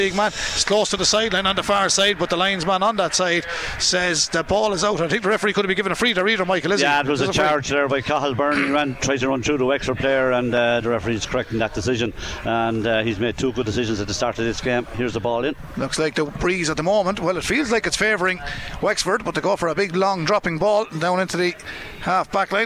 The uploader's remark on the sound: We were in UPMC Nowlan Park. Live in the stands.